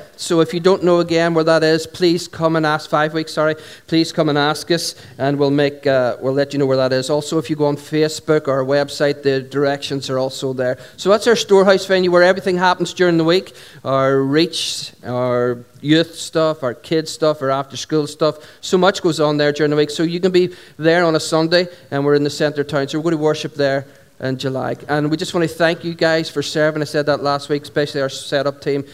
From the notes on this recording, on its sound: Recorded at 11:00am on 19th July 2016 at our Sunday Celebration at Dungannon Integrated College.